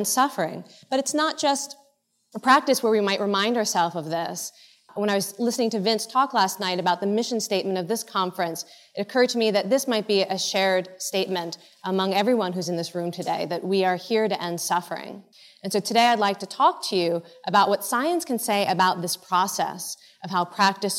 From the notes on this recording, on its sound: In this episode, taken from the Buddhist Geeks Conference in 2011.